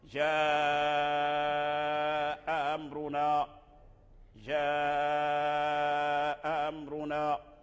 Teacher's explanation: لها نبرتها ولها شدتها ولها يعني، فتسهل تلين، تسهل يعني تلين، ترجع الهمزة لينة سهلة في النطق، فلا يتوصل الإنسان بها إلى أقصى الحلق · Term: تسهيل الهمزة الثانية